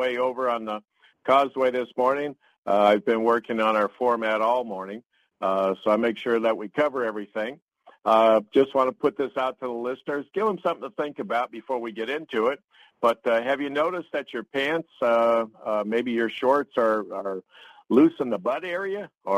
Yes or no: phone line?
yes